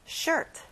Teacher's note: 끝에 T 발음은 아주 약하게 해보세요.